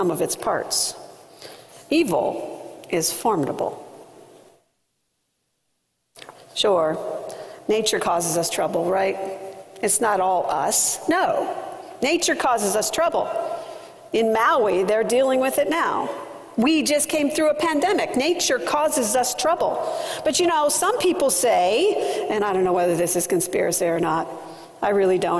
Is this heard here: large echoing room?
yes